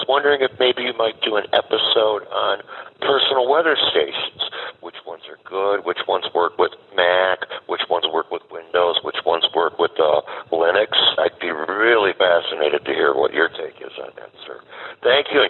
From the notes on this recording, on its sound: I answer a great question from a listener via the WeatherJazz® podcast audience connect line from January!